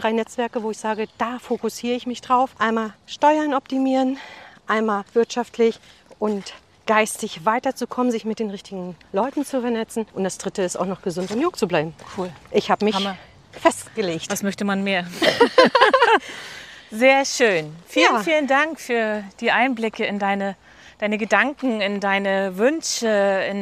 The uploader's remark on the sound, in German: beim Walk & Talk im bergigen Kösterbecker Wald